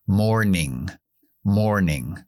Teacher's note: Estadounidense pronunciaría la R después de la O.